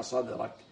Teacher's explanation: الصاد حرف صفيري مستعل مطبق